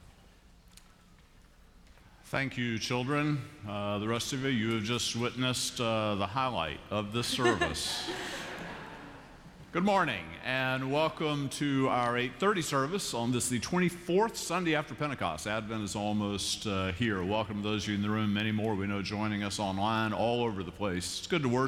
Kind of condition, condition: setting, large echoing room